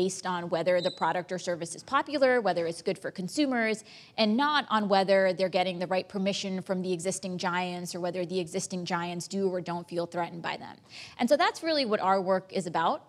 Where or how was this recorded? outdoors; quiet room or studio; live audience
live audience